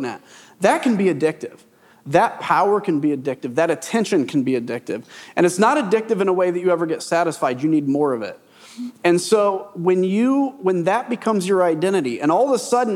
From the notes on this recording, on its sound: This conversation was taped live at the Texas Tribune Festival on September 22, 2023.